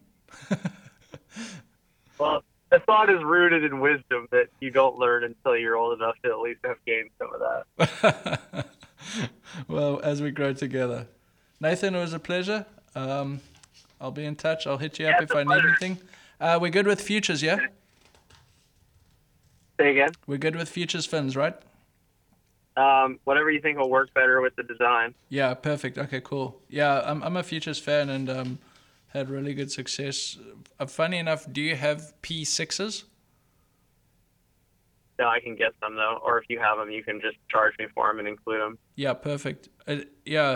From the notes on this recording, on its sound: A phone conversation